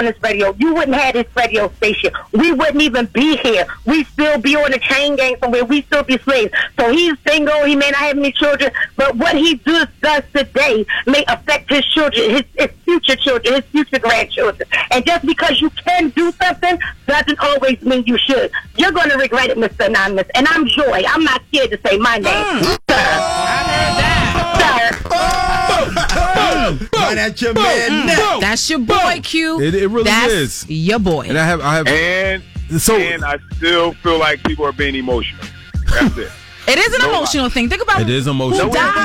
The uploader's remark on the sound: a friend who called